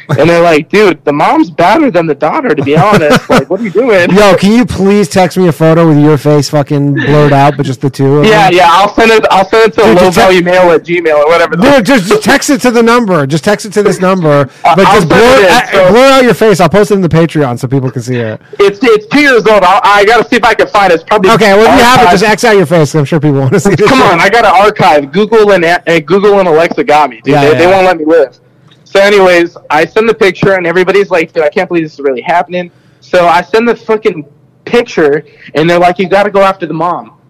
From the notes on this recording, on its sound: The bad advice question/call in show.